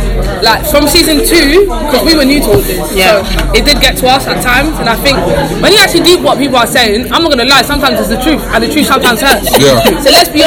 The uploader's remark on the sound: Caught up with the cast of BkChat London before they went on stage at the Season 3 Reunion